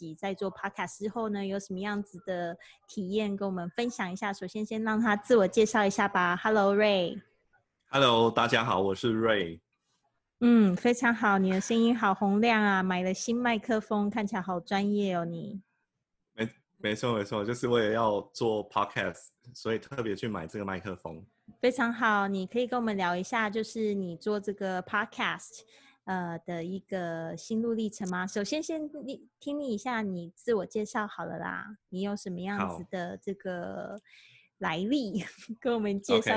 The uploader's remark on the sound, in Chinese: 本節目用Zoom錄製，我現在人在台中跨界共生公寓～。